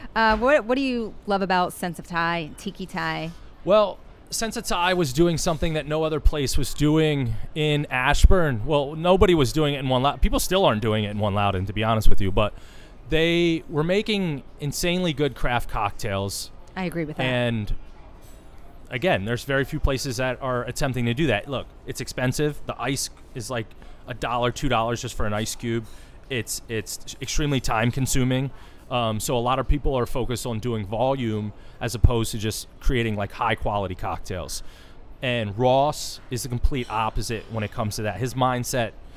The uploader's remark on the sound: The interview takes place at the Tiki Thai in Reston Virginia.